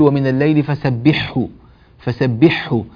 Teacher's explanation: يجعل الهاء حاء كذلك ويصير نطق بحاء واحدة مشددة، هذا غير صحيح وهو من التساهل، بل هو مما نبه